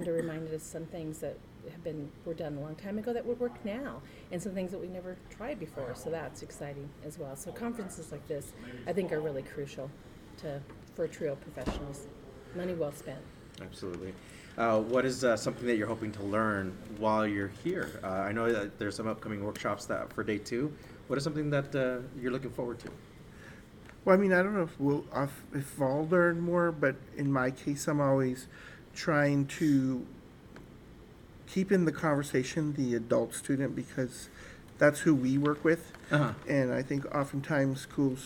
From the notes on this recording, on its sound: Was on-site at the ASPIRE Wyoming/Colorado (WYCO) Conference 2023 to visit with various staff members of TRIO programs across Colorado and Wyoming.